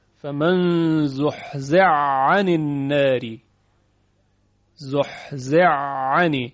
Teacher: حا در عین ادغام شده، فمن زحزع عن النار، زحزع عن، به این صورت هست. · Term: ادغام کبیر